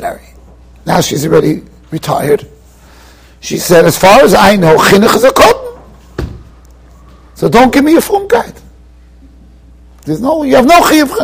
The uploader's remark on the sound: Shiur recorded in Yeshivas Ohr Reuven, Monsey, NY.